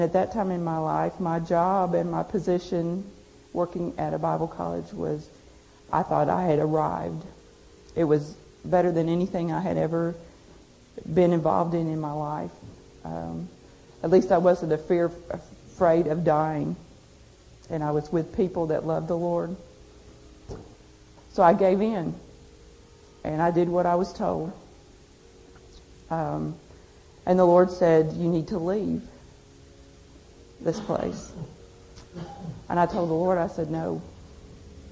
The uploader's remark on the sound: At a GFI conference